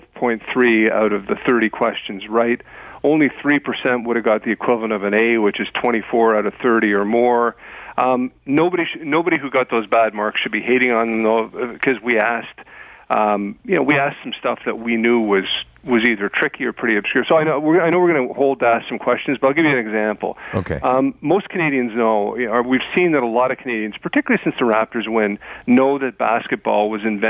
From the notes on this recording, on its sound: the best calls of the week!